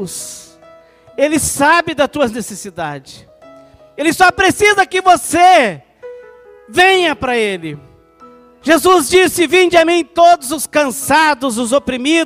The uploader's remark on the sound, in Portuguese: Culto de Celebração dia 27/09/2020 na Igreja ABA Blumenau (Transmitido ao vivo)